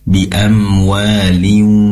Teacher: Wa amdadnakum bi amwaliu, sama bi amwaliu, begitu mendengung langsung masuk ke waw bi amwaliu, langsung dari awal mendengung sampai terucap huruf waw sudah berada pada posisi melafalkan waw · Term: ikhfa syafawi